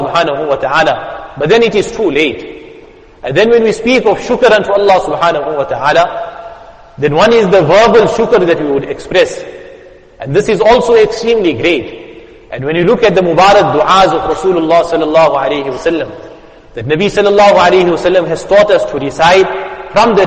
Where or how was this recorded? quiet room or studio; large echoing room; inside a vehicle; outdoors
large echoing room